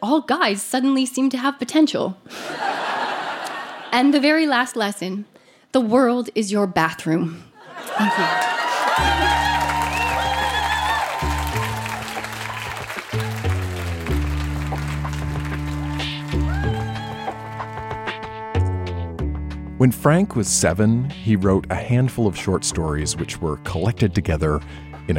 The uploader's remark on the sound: Recorded live at Electric Owl Social Club in Vancouver, BC.